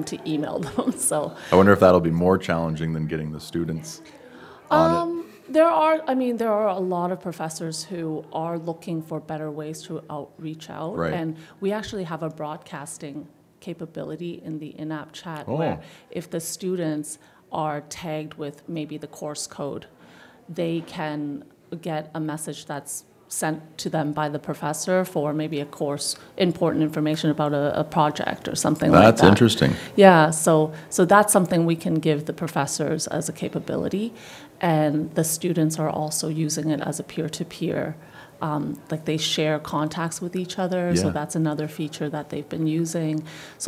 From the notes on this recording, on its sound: Live from the 2023 CEWIL Conference.